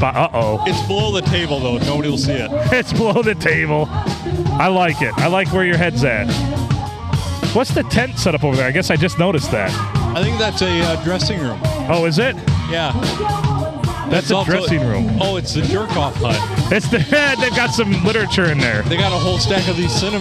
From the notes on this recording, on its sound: Recorded at Tuscolapalooza 2023!